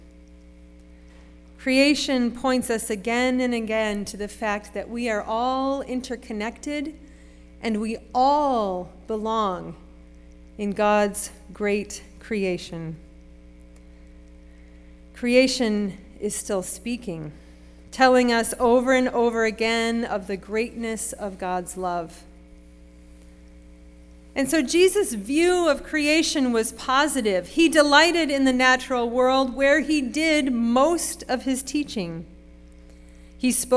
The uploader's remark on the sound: Sermon preached at RCHP on March 12, 2023.